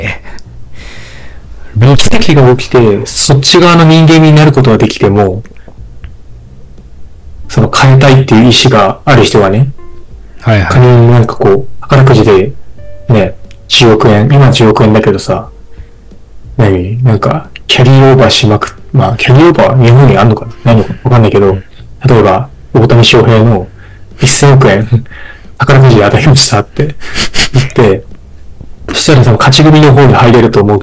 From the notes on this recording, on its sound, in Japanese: 前回と同様、設定ミスで軍事無線音質です。